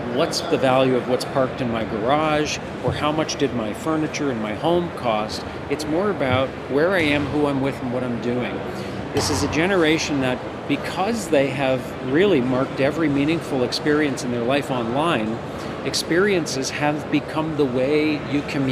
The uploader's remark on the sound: An audio interview recorded outside The Car Wash Show trade show floor.